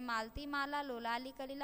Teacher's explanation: प्रयोग में महाप्राण अक्षर एक भी नहीं है, अतः यह बंध ढीला है, इसके अक्षर परस्पर गुथे हुए नहीं है, इसलिए यह श्लेष गुण के विपरीत शैथिल्य दोष से युक्त है। · Term: अल्पप्राण